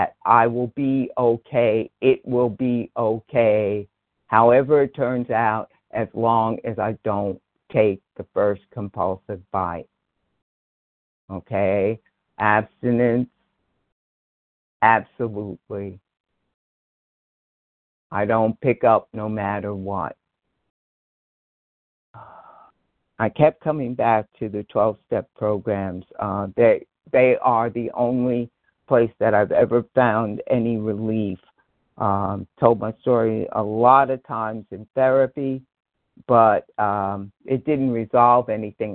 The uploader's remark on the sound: from the 100 Pounders Phone Meeting